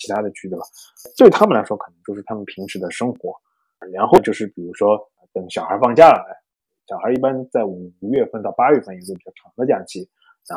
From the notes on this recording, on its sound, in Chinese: 因某种“不可抗力”下录音设备问题，导致本期节目音质略有瑕疵，望见谅。